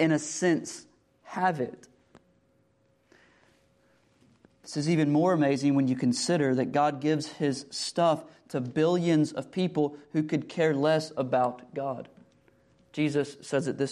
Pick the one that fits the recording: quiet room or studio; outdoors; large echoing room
large echoing room